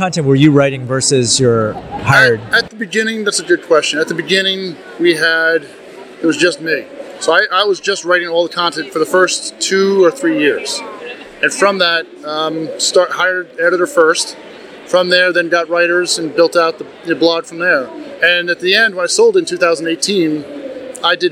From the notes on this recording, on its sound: Recorded LIVE at FinCon 22. We apologize for the crowd noise in the background.